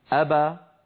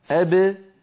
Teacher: أبا ابتعد فيها شيئان، ابتعدت الشفتان وابتعد الفكان، أما أب المقلقلة فابتعد فيها الشفتان دون الفكين